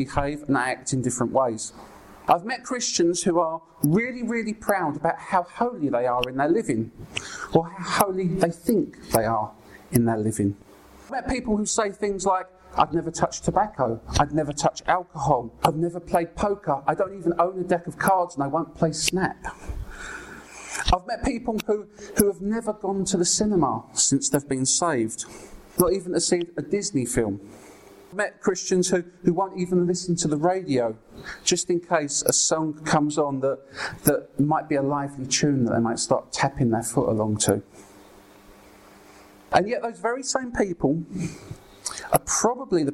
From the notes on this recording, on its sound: brings an encouraging message at Ashingdon Elim